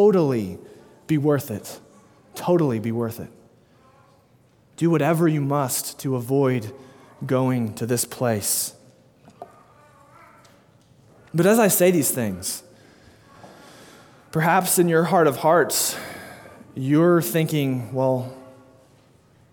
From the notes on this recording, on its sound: delivered 6/12/2022 at Immanuel Baptist Church, Springdale, AR